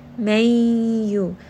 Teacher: So yarmalun are the letters of idgham, and yanmu are the letters of idgham with ghunna, meaning that you are going to merge this noon sound within the next letter, which is the letter ya, and then also make sure that you are bringing this up into the nose and giving it an adequate amount of ghunna, an adequate amount of nasalization.